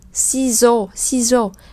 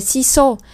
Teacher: Sizo thì các bạn để ý là âm S này không được đọc là s mà được đọc là z. · Shown in: first take · Sizo, sizo, không đọc là siso, không đọc là siso, cũng